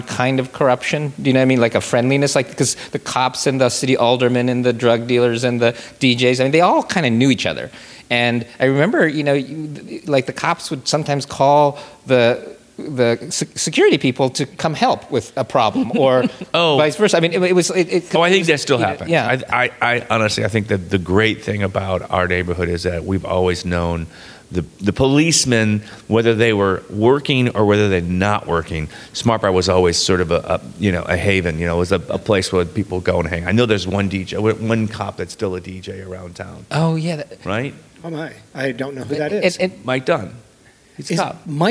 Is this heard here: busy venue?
yes